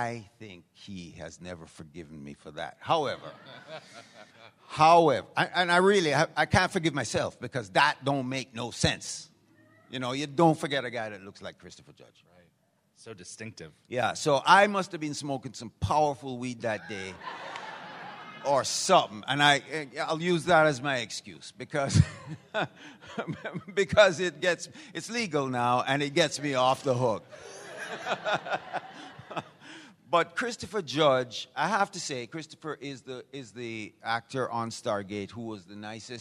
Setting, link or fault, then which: setting, live audience